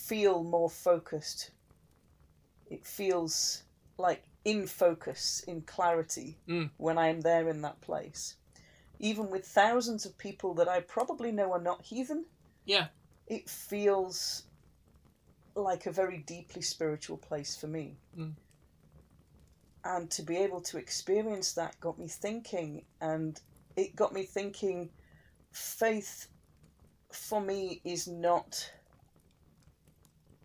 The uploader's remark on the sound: Background fire ambience.